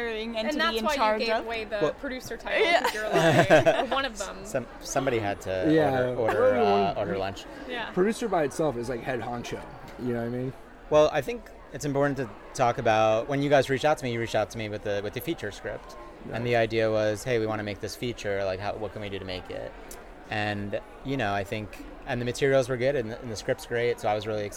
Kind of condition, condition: setting, busy venue